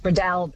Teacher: David in Tamworth says, I always understood it to be Breadalbane with the emphasis on the second syllable, the third almost not pronounced